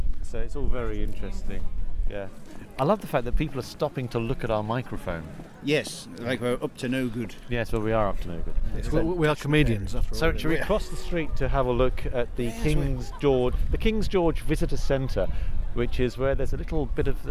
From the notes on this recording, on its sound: We're on location, punting on the Cam!